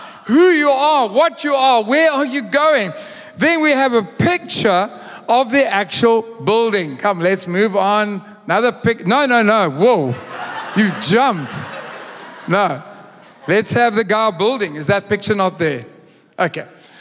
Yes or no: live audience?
yes